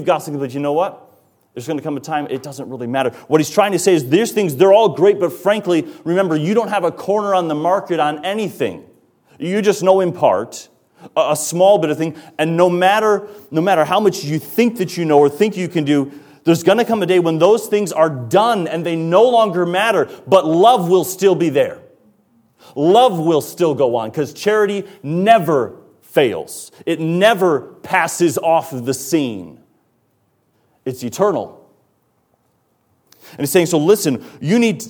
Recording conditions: large echoing room